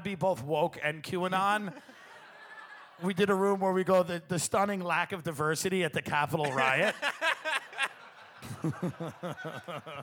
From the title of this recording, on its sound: Live From Cleveland